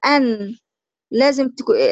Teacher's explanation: النون، طب لما نيجي نخرج حرف النون ان، لازم يتسرب هواء للخيشوم، تسريب الهواء للخيشوم دوت هو الغنة